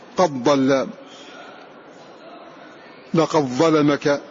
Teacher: فورش يدغم دال قد في حرفين في الضاد والضاء